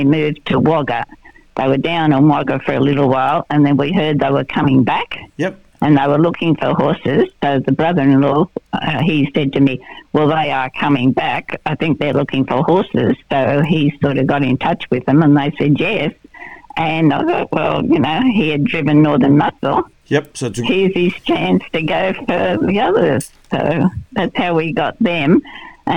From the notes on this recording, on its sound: on the phone